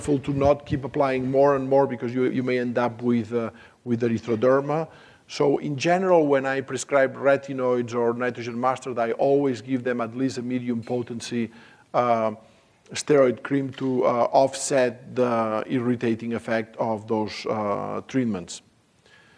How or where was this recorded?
live audience